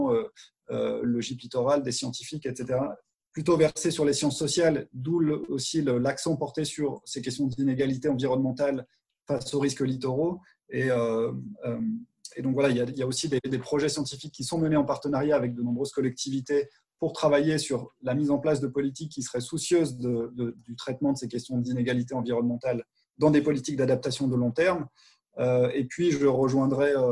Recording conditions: video call